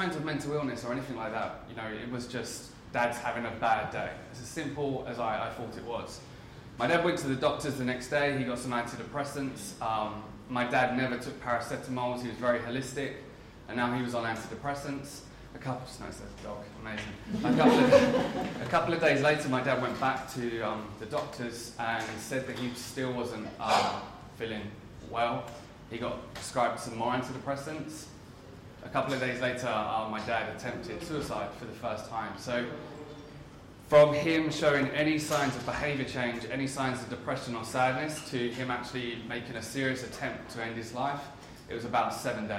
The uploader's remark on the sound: This full talk was delivered at Wieden and Kennedy in London for mental health awareness week.